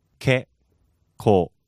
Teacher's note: inside there we have a slight pause and a long vowel